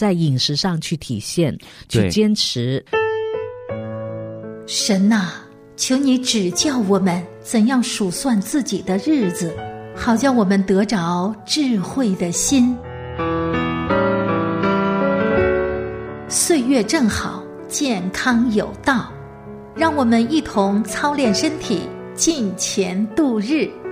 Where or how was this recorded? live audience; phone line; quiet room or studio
quiet room or studio